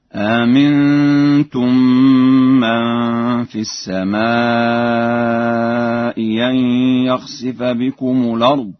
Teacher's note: فله إبدال الهمزة الثانية ياء محضة